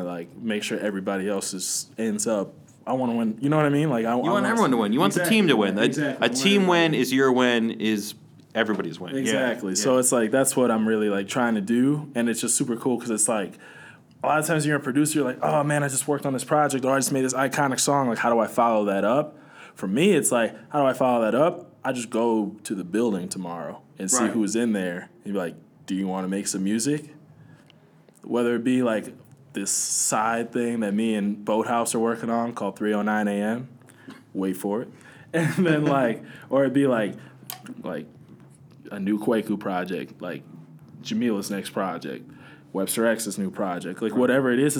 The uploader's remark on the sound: Parade to the Polls event in Grant Park.